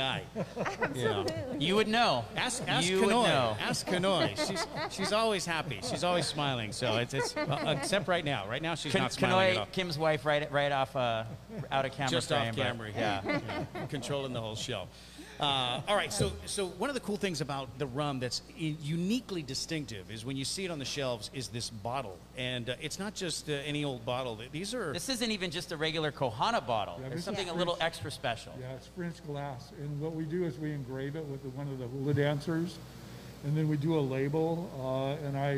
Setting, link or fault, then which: setting, busy venue